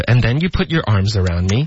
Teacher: 首先 and 我们会弱读成一个 n 的音，OK， n 这个结尾的 n 的音呢，也注意跟中文的有点不一样，很多的学生可能就会觉得啊，那就是中文的嗯嗯的这个发音，并不是，因为结尾 n 的音，你的舌尖就是要顶着上颚，这个鼻音是比较重的，比较浓，OK， nn，在这个三个字的组合中呢，舌尖不应该顶着上颚，而是顶着上齿，OK，所以你会轻轻的咬